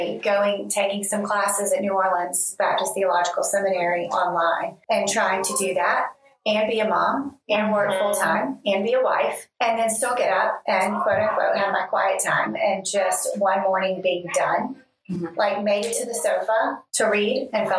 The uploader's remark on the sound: This episode started as a "test" recording and became our introduction to the podcast world. Please excuse the background noise! We are learning as we go on the audio production AND we recorded in a room with an exercise class going on next door.